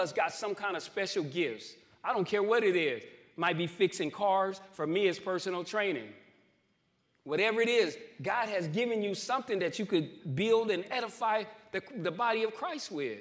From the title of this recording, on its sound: New Freedom Recovery Church Live from New Freedom